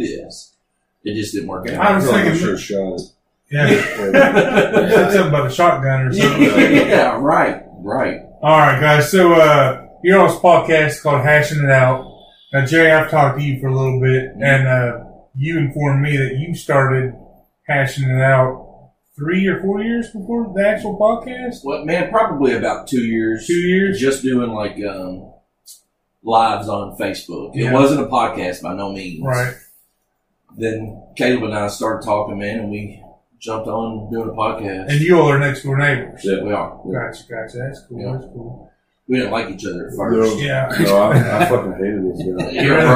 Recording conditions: poor microphone